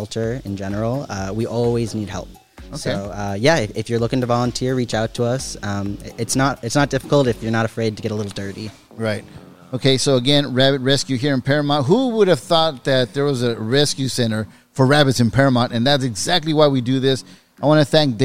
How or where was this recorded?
busy venue